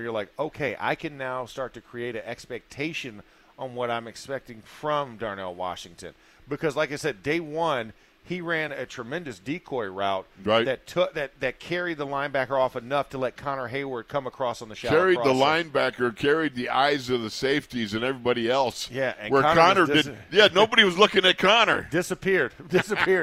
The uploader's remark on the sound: In the Locker Room Live from Steelers Training Camp Day 3.